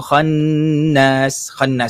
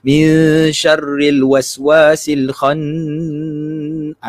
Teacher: khannas dengung ni berapa kadar dengung ni dua harkat dia janganlah lama sangat · Shown in: first take